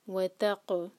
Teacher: قاف پر قلقلہ، باؤنس کریں گے قاف کو